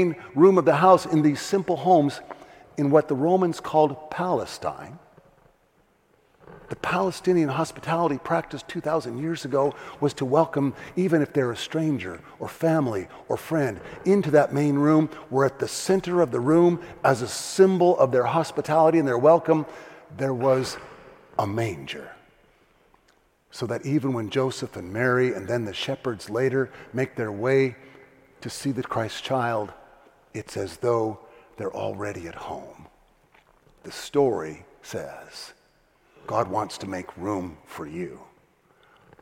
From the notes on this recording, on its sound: First Community Church. Delivers his Christmas Eve Sermon "Rejoice" from the 9PM Festival of Lessons and Carols Service.